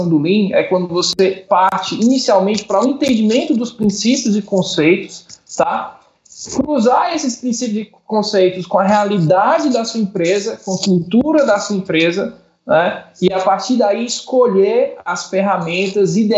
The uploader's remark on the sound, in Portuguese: Esse podcast é a versão em áudio de uma palestra online que foi transmitida ao vivo no nosso canal no youtube.